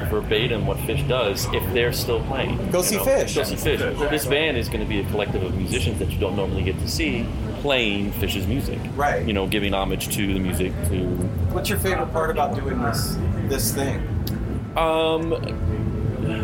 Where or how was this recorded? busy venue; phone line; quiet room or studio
busy venue